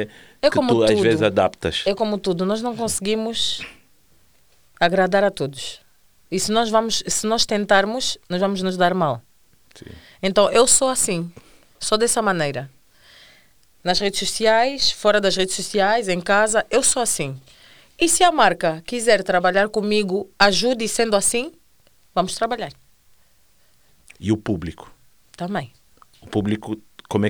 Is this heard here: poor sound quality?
no